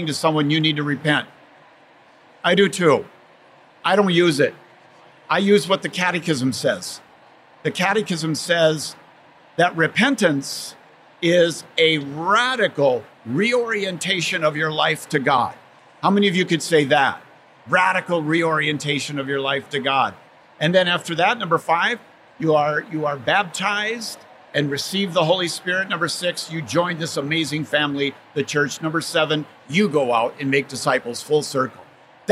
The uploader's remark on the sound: recorded at the SEEK24 conference this past January.